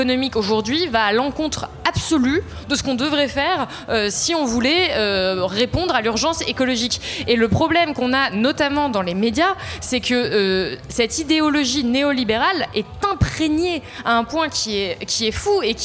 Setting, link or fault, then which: setting, live audience